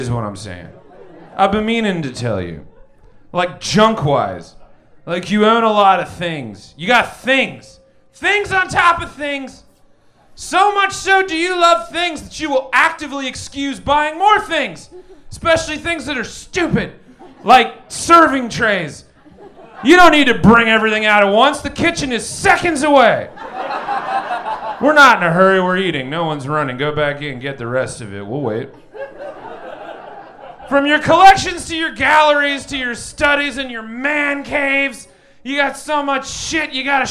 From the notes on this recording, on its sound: Recorded LIVE at Chicago’s Historic Green Mill Lounge on November 11th 2023.